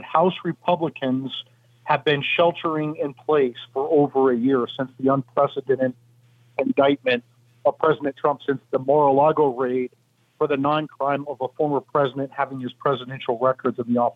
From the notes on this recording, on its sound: we take your calls in open phones across America